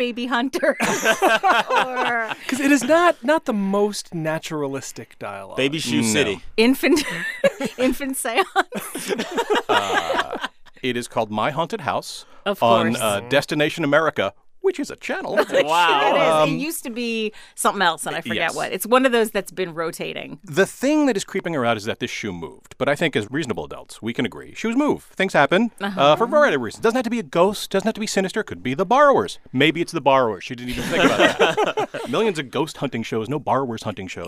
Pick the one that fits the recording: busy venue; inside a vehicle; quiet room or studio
quiet room or studio